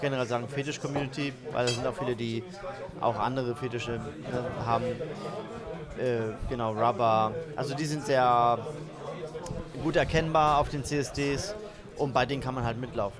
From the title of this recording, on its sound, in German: Live vom U35 Fetisch-Stammtisch in Hamburg